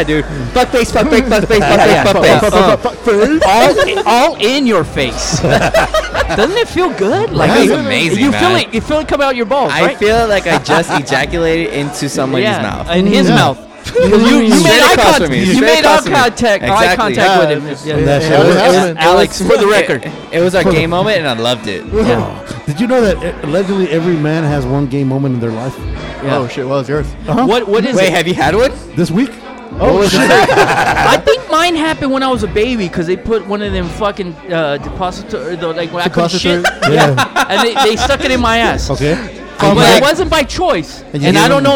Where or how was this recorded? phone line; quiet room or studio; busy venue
busy venue